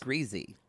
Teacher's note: when I grew up, we said that word is greasy. Like a Z, a voiced S.